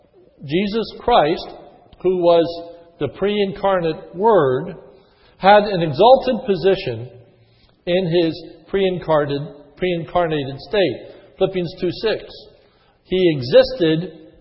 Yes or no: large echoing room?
yes